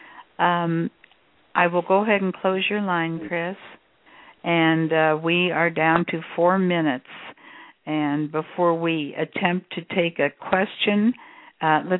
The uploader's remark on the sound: Callers can call. Personal responses to callers during the special call-in segment.